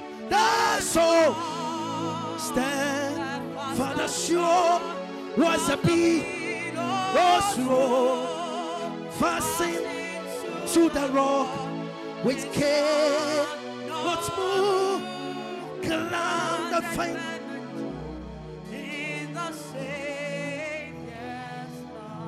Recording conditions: large echoing room